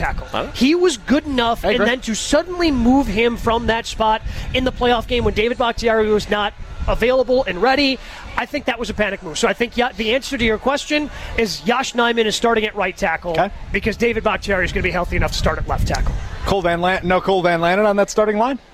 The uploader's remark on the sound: live from Summerfest